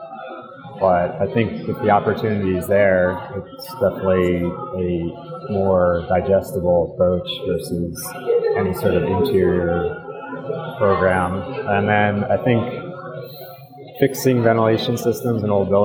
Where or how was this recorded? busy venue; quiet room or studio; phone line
busy venue